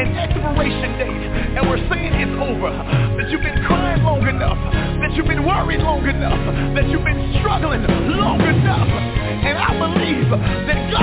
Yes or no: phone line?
yes